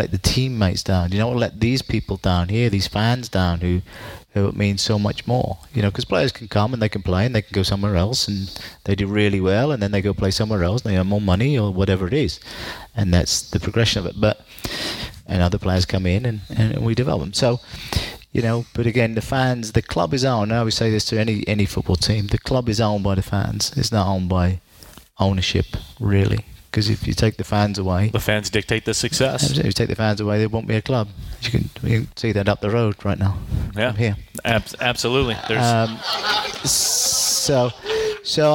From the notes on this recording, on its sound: Live at Ultimate Soccer Arena after Detroit City's 1-0 win over the Michigan Stars.